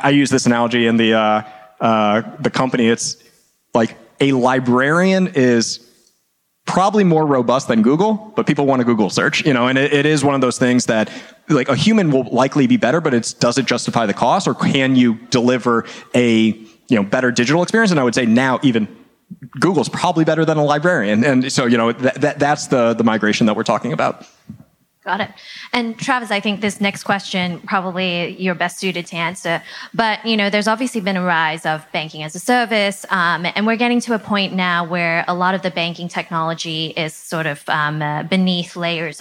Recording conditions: busy venue